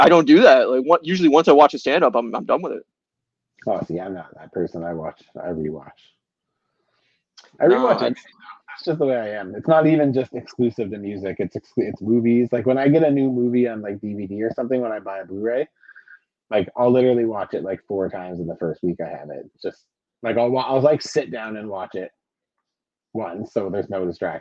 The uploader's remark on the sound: full of technical problems